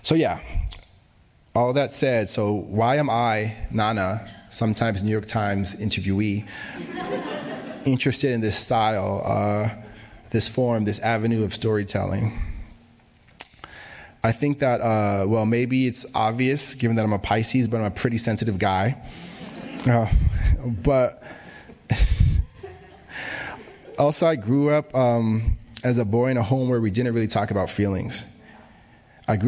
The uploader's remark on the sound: was recorded at the 2022 Tin House Summer Workshop